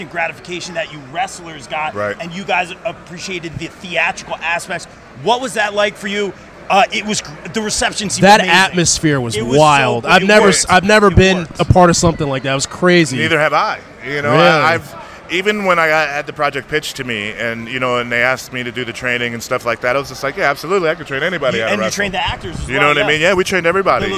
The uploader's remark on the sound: Joins the show LIVE at Baltimore Celebfest 5.